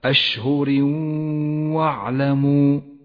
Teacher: نسقط التنوين من اللفظ ولذلك لون بالرمادي في مصحف التجويد إشارة إلى أنه لا يلفظ، ونقف بغنة زمنها حركتان على حرف الواو ولذلك لونت باللون الأخضر ولكن من غير تشديد لحرف الواو، تقرأ هكذا أشهر واعلموا. · Term: الإدغام بغنة